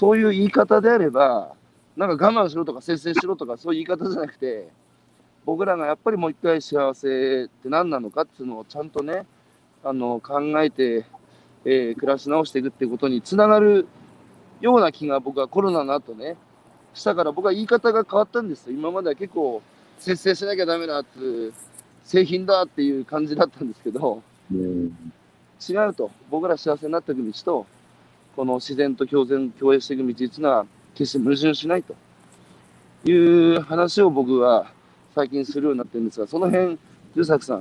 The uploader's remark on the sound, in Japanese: 歩きながら1時間、対談する